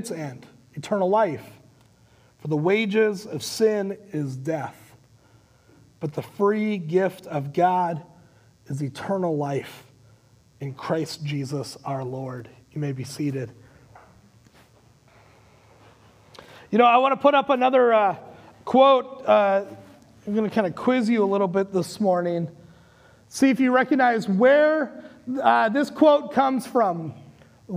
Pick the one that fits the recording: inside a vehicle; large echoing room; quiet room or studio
large echoing room